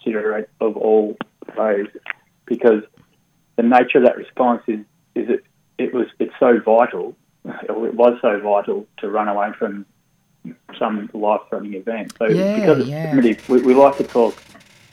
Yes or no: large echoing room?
no